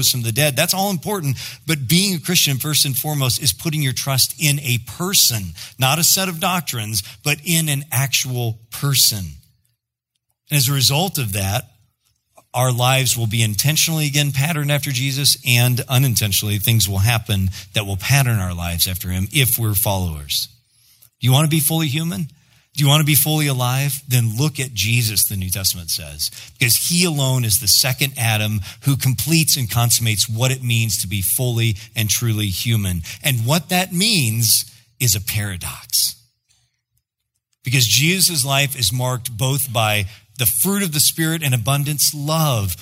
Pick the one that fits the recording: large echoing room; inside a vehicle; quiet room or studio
large echoing room